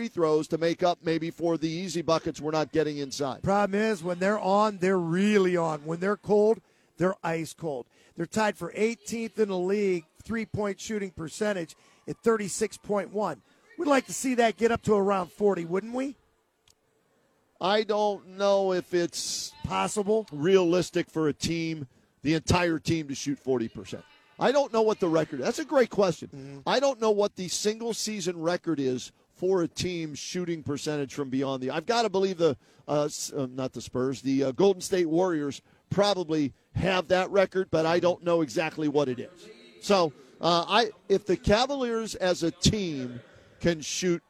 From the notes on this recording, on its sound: live from Rocket Mortgage Fieldhouse